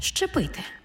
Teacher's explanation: У слові «зчепити» зверніть увагу, на його початку є «з» – це свистячий, і поряд стоїть «чи» – це шиплячий. А разом «з» і «чи» на початку слова читаємо як «ши-чи» · Term: уподібнення